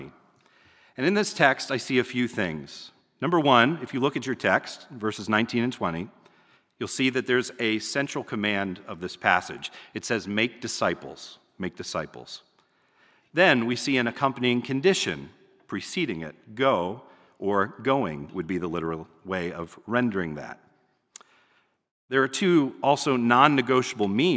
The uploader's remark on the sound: It was recorded at the Lebanon Bible Fellowship Church in Lebanon, PA during the evening service on 11/14/2021.